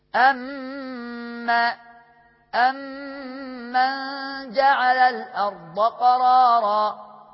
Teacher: ولو جي بعد الميم الساكنة ميم متحركة زي أم من جعل الأرض قرارا مثلا، هنا بيبقى إدغام مثلين صغير.